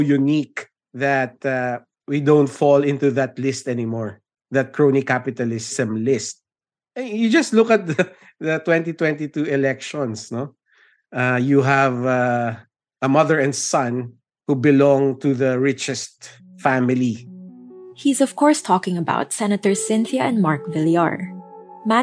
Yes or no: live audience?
no